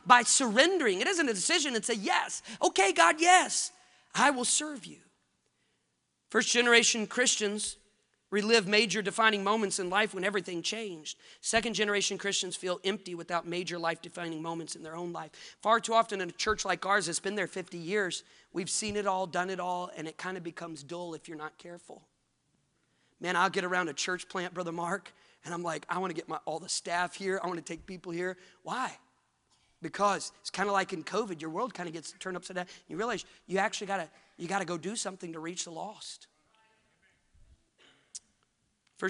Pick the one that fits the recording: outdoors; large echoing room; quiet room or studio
large echoing room